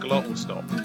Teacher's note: the word glottal stop has a glottal stop in it